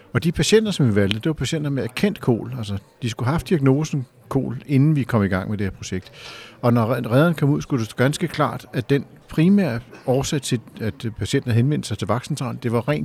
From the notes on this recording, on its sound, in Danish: Forskningssymposium 2022. Denne gang helt fremme på scenen, hvor vi med vores podcastudstyr fangede alle talerne.